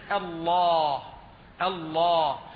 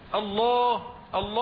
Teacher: إذا جنحت بالألف نحو الواو يصير الفم كأنه مغلق مكور · Shown in: first take · يقول الله، هذا صار قريب من الواو، الله الله، هذا ليس تغليظا، هذا تحويل للألف للواو، هذا ليس صحيحا. · Term: تغليظ اللام